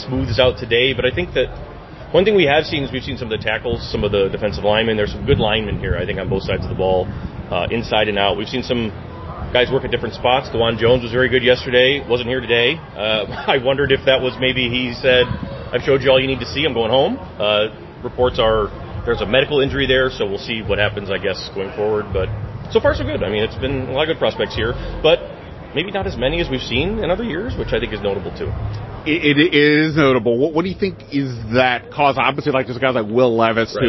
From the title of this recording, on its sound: Live from the Senior Bowl